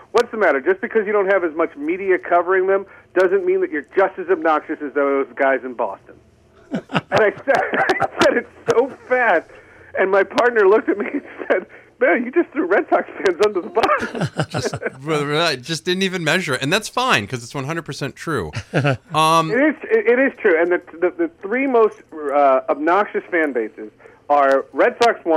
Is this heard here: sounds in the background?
no